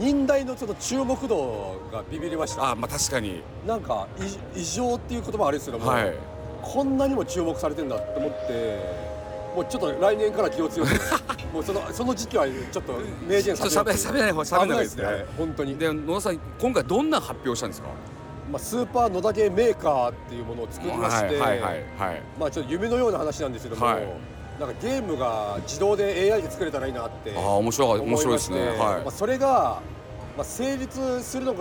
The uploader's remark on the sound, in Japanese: 東京ゲームショウ2023。2日目のビジネスデイの現場からお届けします。インディーゲームコーナーを散策しつつ。